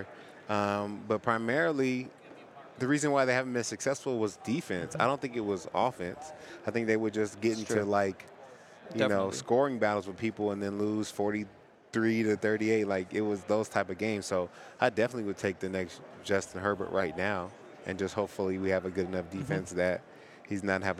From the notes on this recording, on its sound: LIVE FROM SUPER BOWL 58 RADIO ROW. An ALLCITY Network Production.